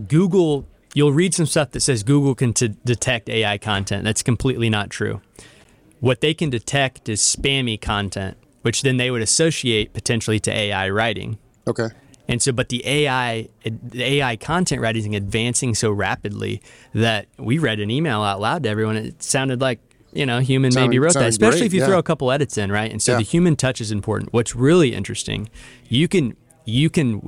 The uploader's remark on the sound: Live at PMMCON 2023.